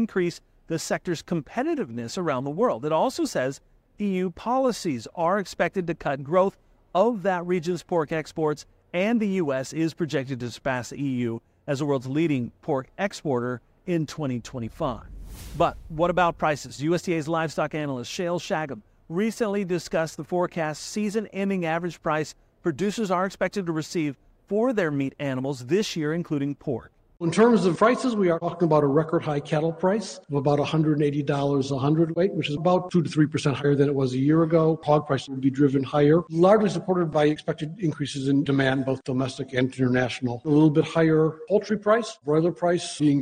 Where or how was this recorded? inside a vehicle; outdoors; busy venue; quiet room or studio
busy venue